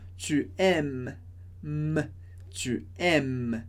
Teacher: s e e no final da palavra a gente não pronuncia.